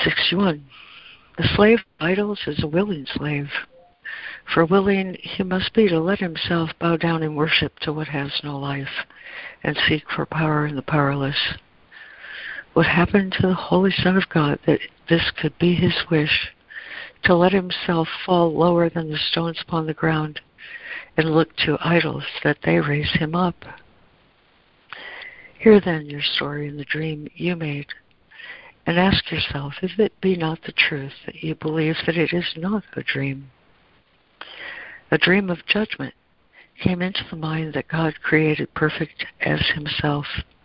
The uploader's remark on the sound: ACIM Daily Conference Call